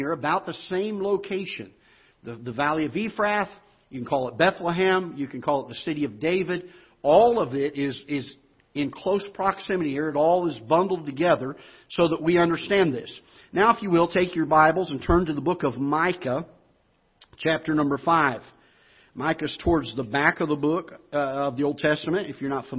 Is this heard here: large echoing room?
yes